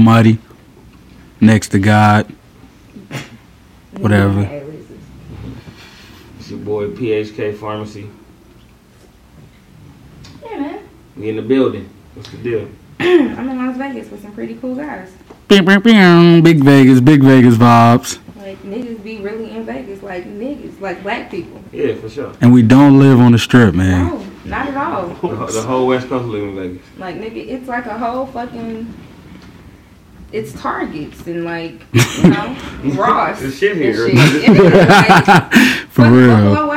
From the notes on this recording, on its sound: Is coming to you live from Satan's asshole...and we've got guests! We're aware the sound is a little...